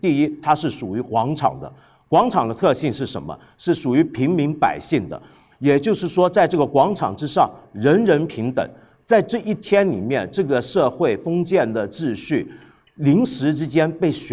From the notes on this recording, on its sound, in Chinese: 新《八分》现场版。在看理想·室内生活节活动上。